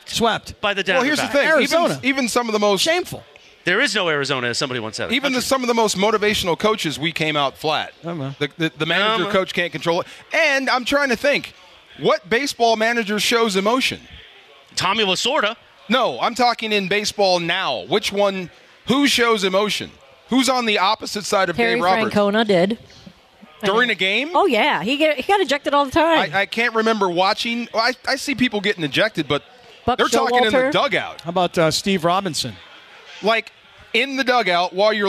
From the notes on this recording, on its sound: We are live from The 909 Sports Bar at Yaamava Resort & Casino